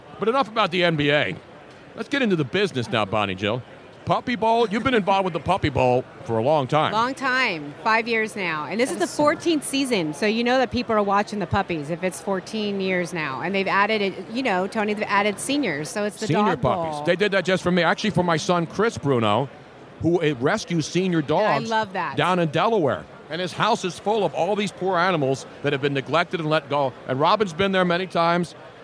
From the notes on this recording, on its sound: LIVE from #SuperBowl52 Radio Row in #Minnesota at #MallOfAmerica.